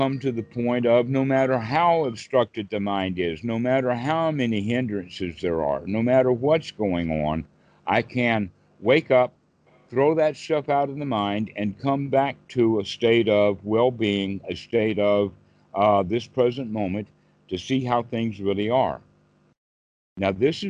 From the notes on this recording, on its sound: skype calls